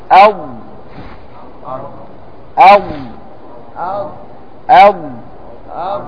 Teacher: ليس هناك خروج هواء بعد هذا الحرف، فدل على أنه حرف مجهور